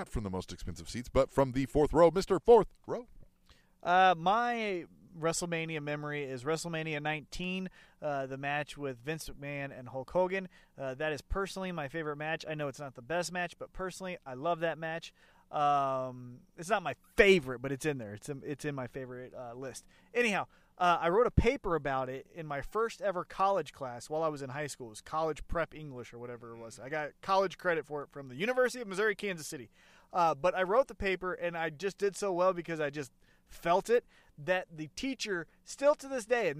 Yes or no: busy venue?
yes